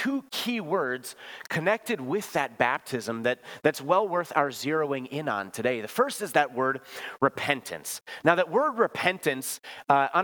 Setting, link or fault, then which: setting, large echoing room